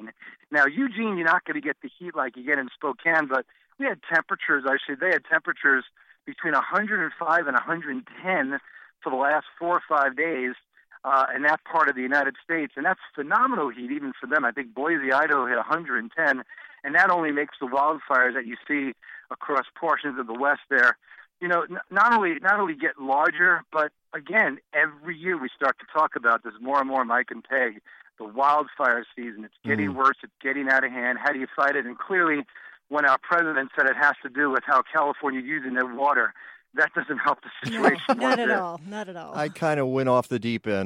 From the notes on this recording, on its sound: In studio, who will be joined on the phone.